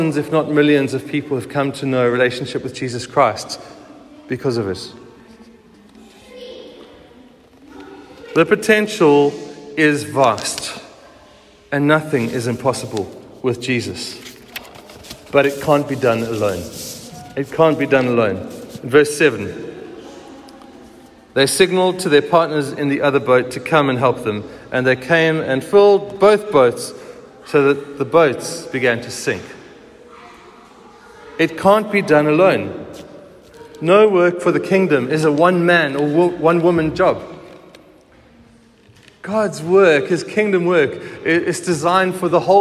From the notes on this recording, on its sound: Recorded at the 9:30am service on Sunday 2nd July 2023